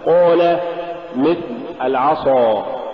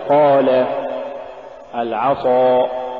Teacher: القاف غير مطبقة، ولذلك لا تساوى في الأداء بينها وبين المطبق · Shown in: second take · فلا تقل قال مثل العصا، الصواب قال العصا.